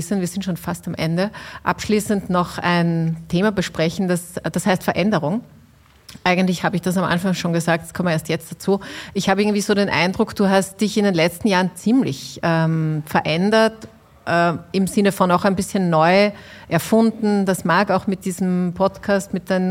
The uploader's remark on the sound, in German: Live-Podcast